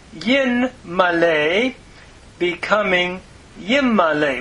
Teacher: Male is the verb, and notice it's got an IA vowel pattern with the doubling of the mem, because a nun has assimilated. It's a nifal, imperfect, third masculine singular from mala, or male. · Term: progressive assimilation